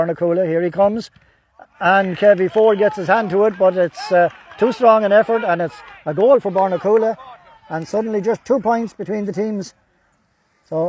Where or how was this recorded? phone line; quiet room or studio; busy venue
busy venue